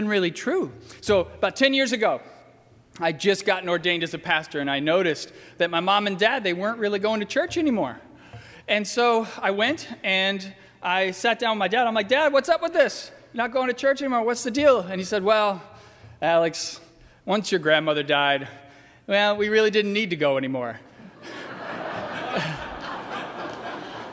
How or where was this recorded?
large echoing room